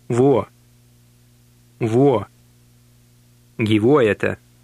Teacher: Note the long wo sound in the middle of the word.